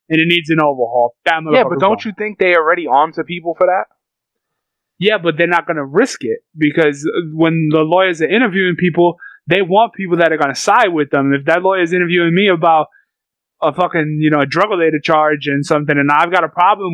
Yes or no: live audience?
no